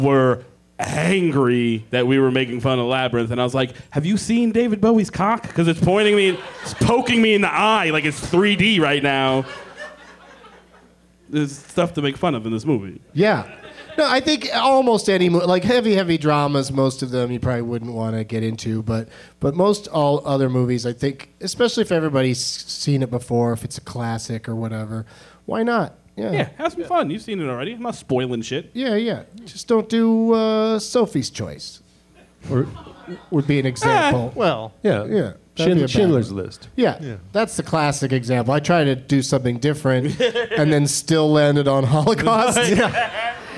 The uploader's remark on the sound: Live from Austin's Fantastic Fest